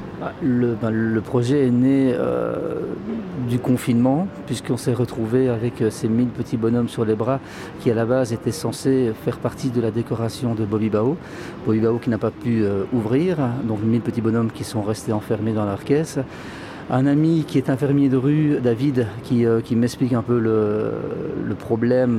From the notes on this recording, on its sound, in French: Une émission en direct des Halles Saint-Géry